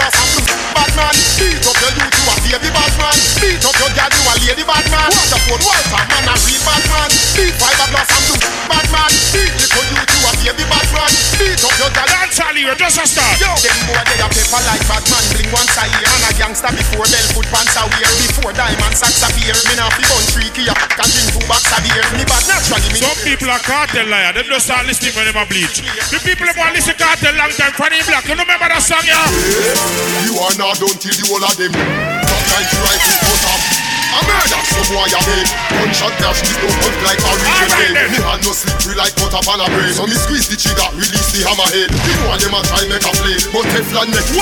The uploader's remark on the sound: LIVE AUDIO